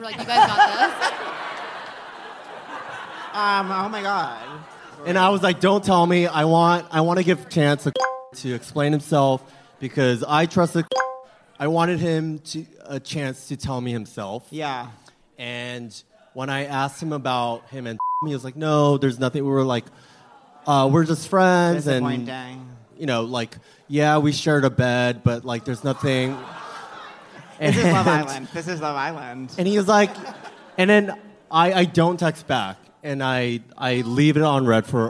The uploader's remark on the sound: live on stage at The Bell House